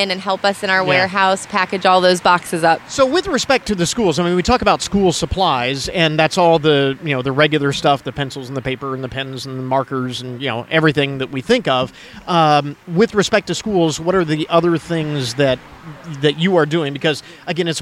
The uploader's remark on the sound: ON LOCATION for the annual 'Stuff the Bus' school supplies campaign